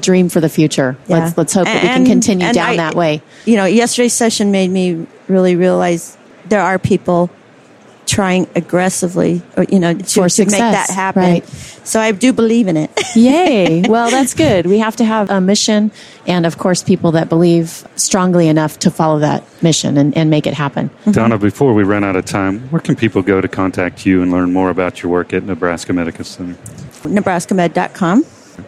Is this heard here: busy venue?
yes